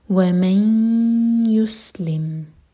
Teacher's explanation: make sure 2 seconds کا ٹائم دیں اور ناک میں آواز لے جائیں · Term: ادغام غنہ